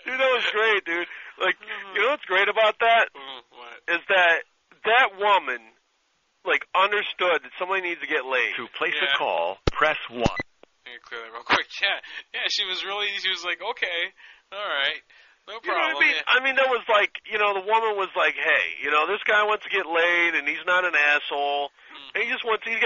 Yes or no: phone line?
yes